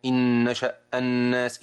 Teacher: أن الغنة واضحة مسموعة في المشدد